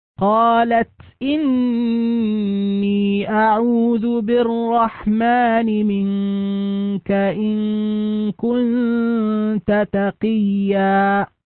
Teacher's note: وهنا في قوله سبحانه وتعالى قالت إني أعوذ بالرحمن منك إن كنت تقيا، هنا نجد أن النون في قوله إني نون مشددة وحكمها الغنة بمقدار حركتين